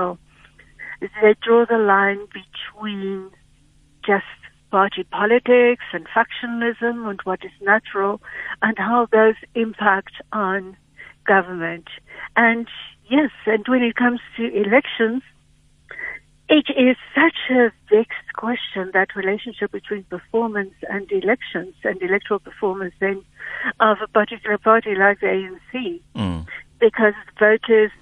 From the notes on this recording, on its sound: GUEST [PHONE]